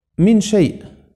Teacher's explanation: حقيقي إخفاء حقيقي يعني إخفاء فعلي معنى كلمة حقيقي يعني فعلي النون بتختفي تماما ولا يبقى من أثرها إلا الغنة